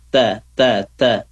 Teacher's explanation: kemudian tanya ada hamasnya sedikit, desisnya ta ta ta, jangan ta ta tapi ta ta, ada desisnya sedikit.